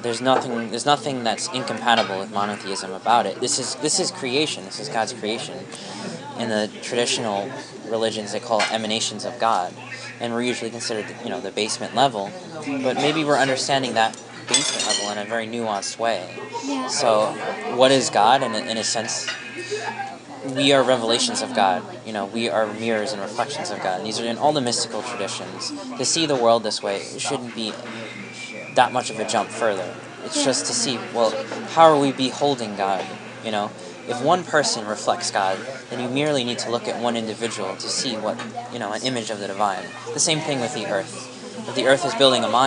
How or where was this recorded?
busy venue